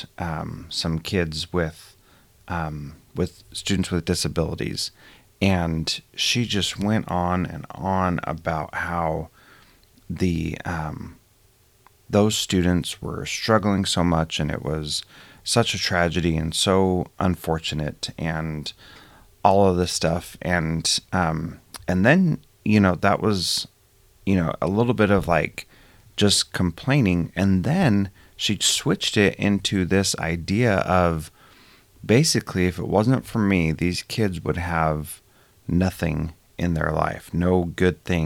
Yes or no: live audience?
no